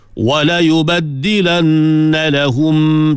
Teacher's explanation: tutup mulut bagi rapat, dengung dua harakat.